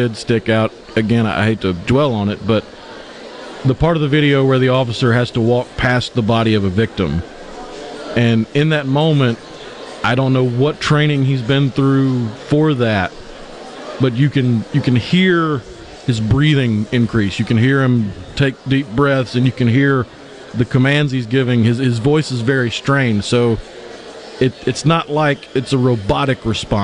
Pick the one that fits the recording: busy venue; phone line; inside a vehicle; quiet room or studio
busy venue